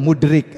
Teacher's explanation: Mudrik. Kalau kita mudrik, agak ke belakang dalnya. Lidahnya agak ke belakang